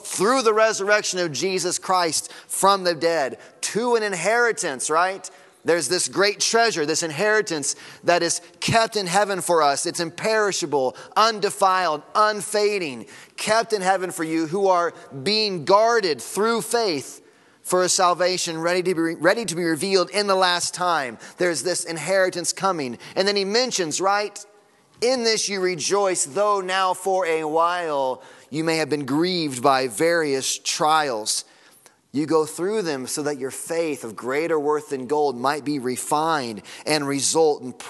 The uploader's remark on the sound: Sunday Morning Sermon Audio.